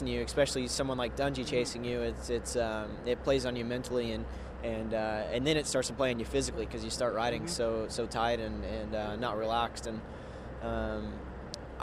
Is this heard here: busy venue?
yes